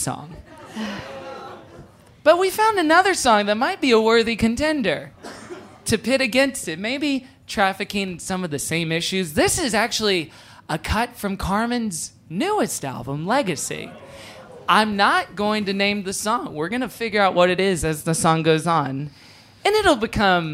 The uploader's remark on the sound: LIVE in Newport Kentucky at the Falcon Theater!